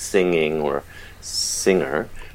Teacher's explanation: But when we lost the g on the end of sing, we evolved to also to singer. So words that have the ending tacked on, like singing or singer, lack the hard g